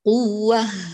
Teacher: وقفي على التاء هنا المربوطة والمنونة بالضم، قفي عليها بهاء الساكنة